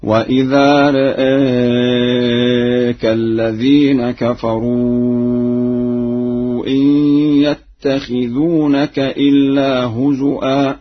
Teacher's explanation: قرأ ورش بتقليل الراء والهمزة في لفظ رآك وبالهمز في لفظ هزوا